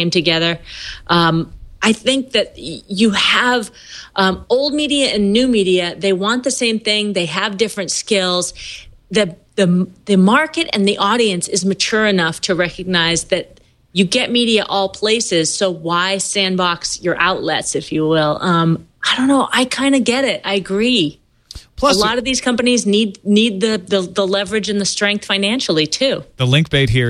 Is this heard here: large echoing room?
no